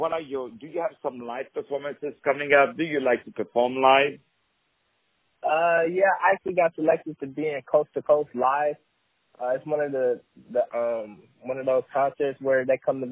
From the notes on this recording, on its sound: On the phone